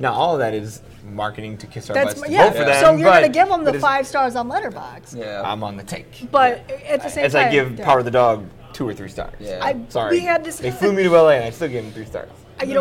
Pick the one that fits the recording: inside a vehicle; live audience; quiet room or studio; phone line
live audience